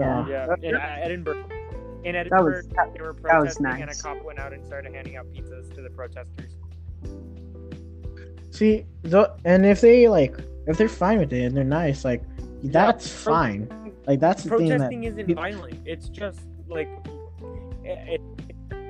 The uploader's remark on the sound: sorry for the audio im trying to get a microphone